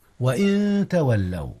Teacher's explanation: كذلك أخفي النون قبل التاء وهي أيضا من حروف الإخفاء